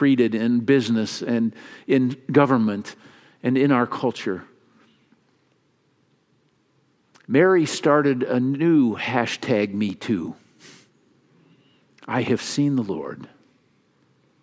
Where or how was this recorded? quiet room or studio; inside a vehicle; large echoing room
large echoing room